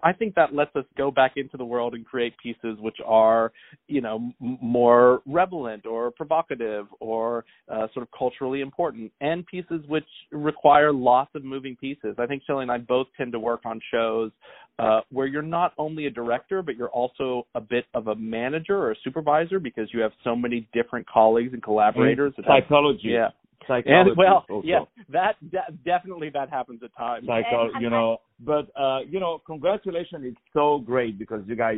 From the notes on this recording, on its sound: On the phone